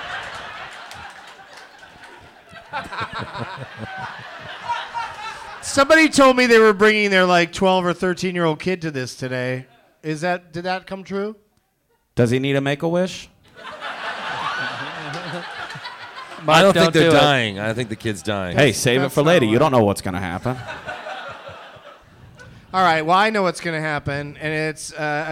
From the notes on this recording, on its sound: Live from Helium Comedy Club in Philadelphia